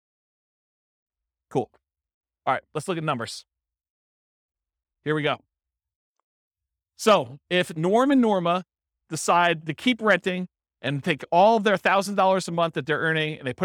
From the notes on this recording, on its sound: This was a live class recorded